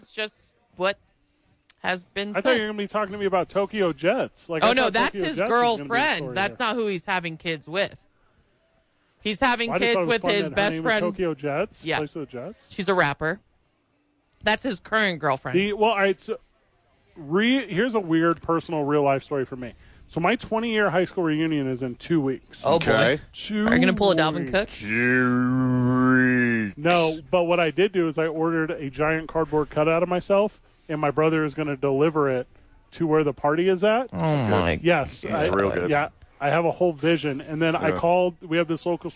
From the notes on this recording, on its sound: live from ABQ AXE